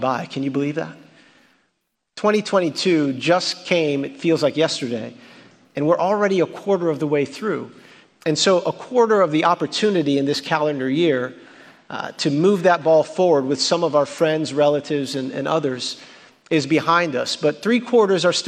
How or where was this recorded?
large echoing room